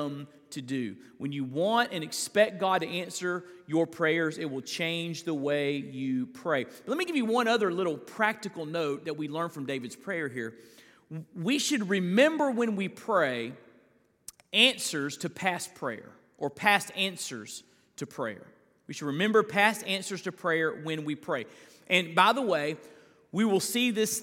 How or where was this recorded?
large echoing room